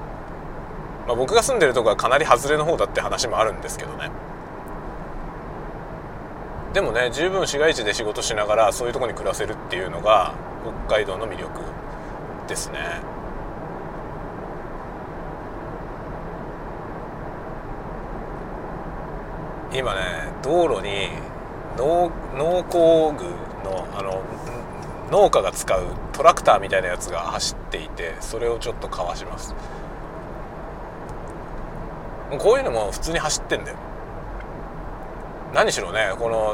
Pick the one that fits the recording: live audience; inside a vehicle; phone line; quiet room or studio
inside a vehicle